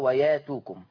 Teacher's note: كلمة ويأتوكم، ويأتوكم فيها إبدال الهمز الساكن، بس المرة دي هقلبها بألف لأن قبلها ياء من الحروف السبعة، بس المرة دي الياء مفتوحة فيتناسب مع الفتح الألف، فتقرأ وياتوكم.